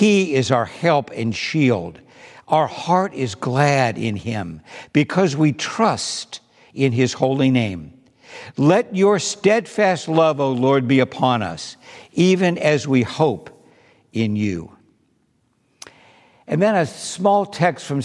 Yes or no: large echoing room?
yes